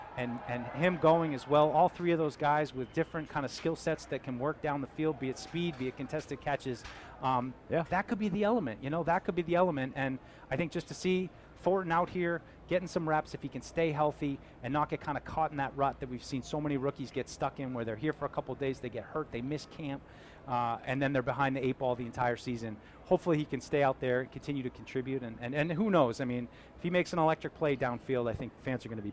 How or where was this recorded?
outdoors